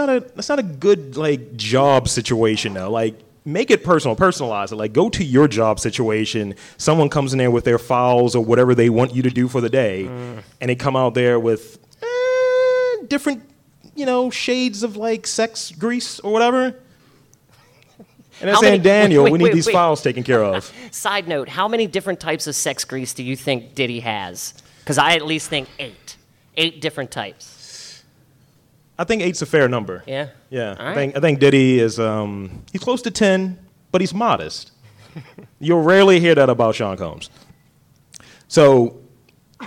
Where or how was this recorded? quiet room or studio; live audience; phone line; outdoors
live audience